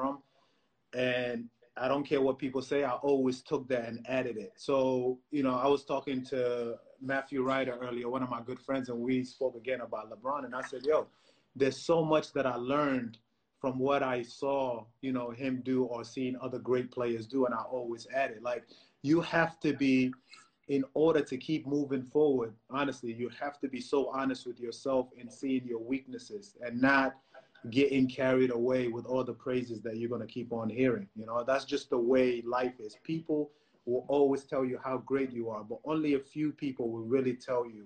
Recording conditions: video call